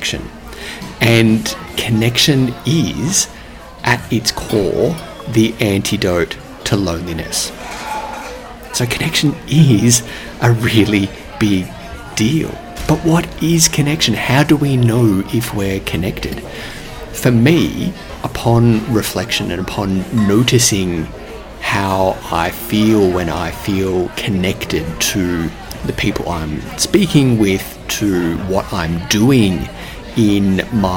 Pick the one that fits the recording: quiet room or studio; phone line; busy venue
busy venue